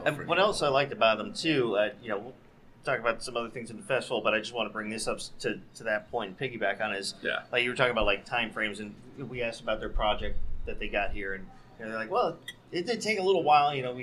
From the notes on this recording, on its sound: Day 3 continues with more great interviews at the Sunscreen Film Festival!! Pinellas County, FL.